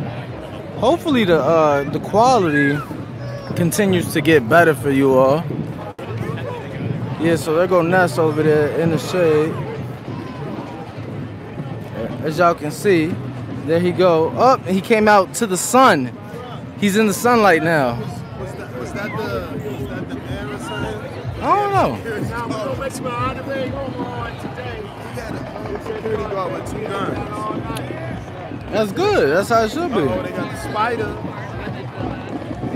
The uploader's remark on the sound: Live from Omaha Parade.